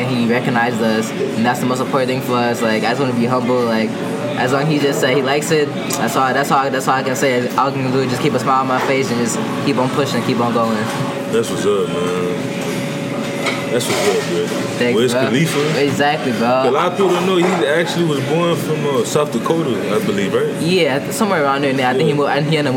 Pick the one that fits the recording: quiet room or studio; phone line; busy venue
busy venue